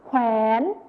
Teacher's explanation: คำควบกล้ำวอแหวนนะคะคำต่อมาคำว่าแขวนในภาษาถิ่นอีสานจะออกเสียงว่าแขนอีกครั้งนะคะแขนก็จะเป็นเหมือนคำที่แล้วนะคะเพราะว่า คำว่าแขวนเป็นภาษาไทยมาตรฐานจะมีคำควบกล้ำวอแหวน